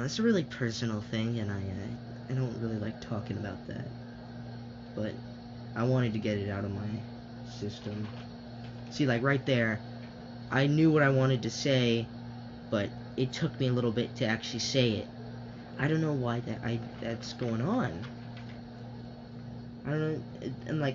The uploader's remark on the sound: Sorry about the background noise, my air conditioner was on at the time.